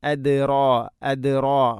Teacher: റാഇനെ കനപ്പിക്കണം, തഫ്ഹീം ചെയ്യണം.